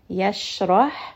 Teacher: Give it proper hams because it does have a sukun. Yashrah, The ra here is heavy because it has a fatha.